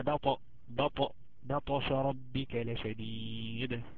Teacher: الطاء جت ساكنة يبقى لازم تقلقل